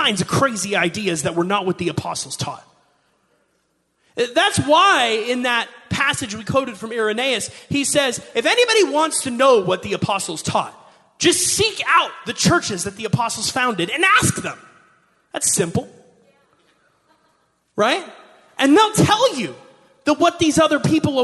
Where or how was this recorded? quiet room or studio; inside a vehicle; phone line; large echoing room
large echoing room